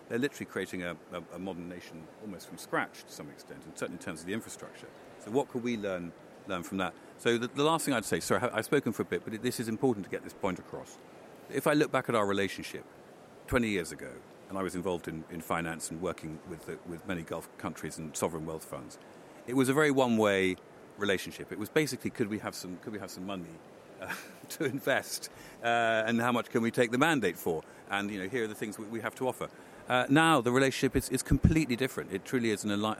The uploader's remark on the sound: CMEC AT CONSERVATIVE PARTY CONFERENCE.